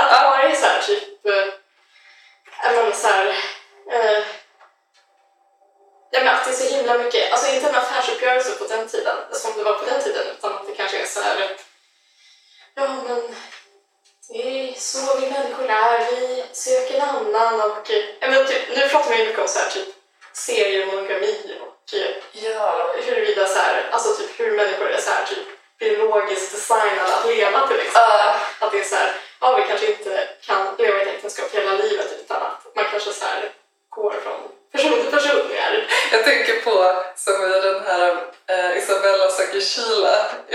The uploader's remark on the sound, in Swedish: JA DET ÄR HEMSKT LJUD I DET HÄR AVSNITTET